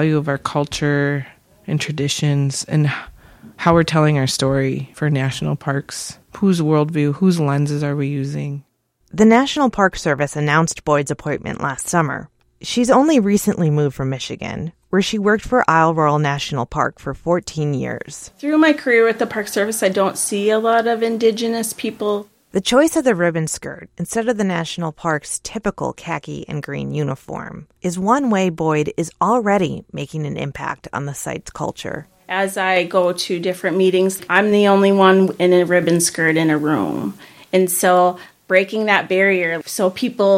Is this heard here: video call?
no